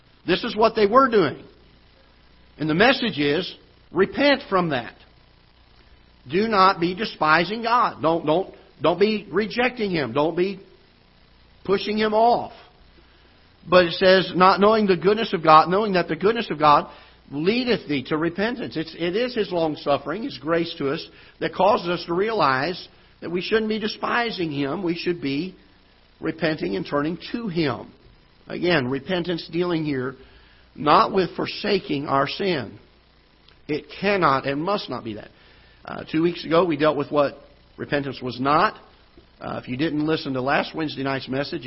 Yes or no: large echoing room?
yes